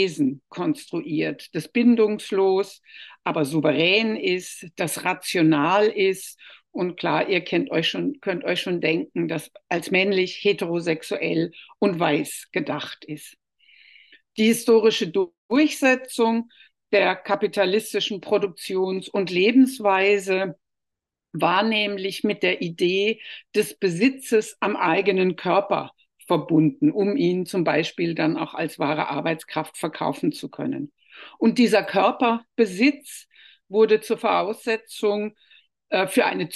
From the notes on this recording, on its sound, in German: Ein Mitschnitt der digitalen Jour fixe-Reihe der Assoziation für kritische Gesellschaftsforschung (AkG)